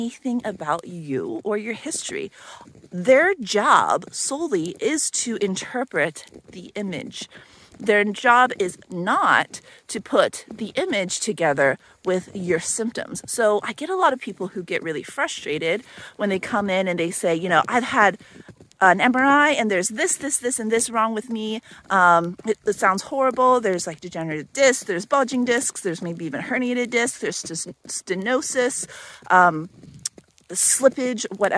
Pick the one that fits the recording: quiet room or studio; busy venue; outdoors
outdoors